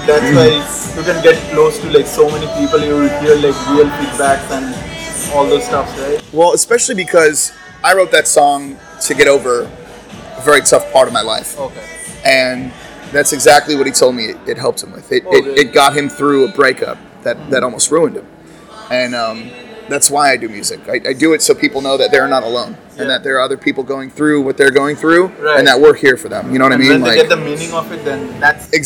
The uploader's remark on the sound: Excuse the background noise.